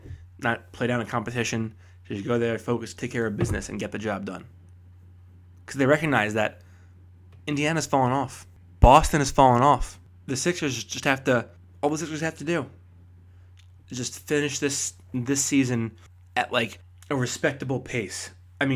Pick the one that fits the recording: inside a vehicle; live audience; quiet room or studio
quiet room or studio